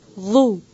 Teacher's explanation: صرف ذو نہیں کہنا، اس کو موٹا بھی کرنا ہے، ٹھیک ہے، نرم ضرور ہے لیکن موٹا بھی ہے